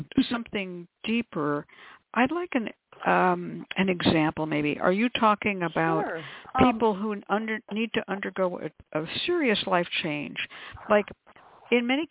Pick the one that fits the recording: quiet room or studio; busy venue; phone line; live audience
phone line